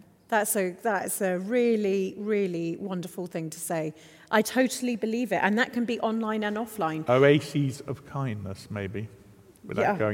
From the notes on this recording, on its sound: This episode was recorded in front of a live audience of 300 in the beautiful surroundings of Manchester Cathedral.